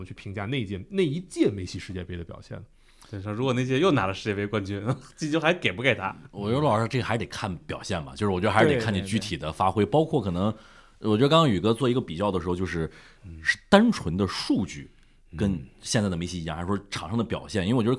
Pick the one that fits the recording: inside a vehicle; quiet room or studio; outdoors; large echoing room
quiet room or studio